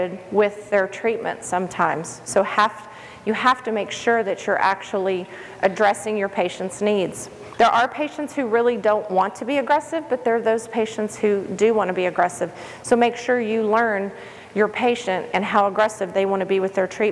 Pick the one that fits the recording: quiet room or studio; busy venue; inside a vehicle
busy venue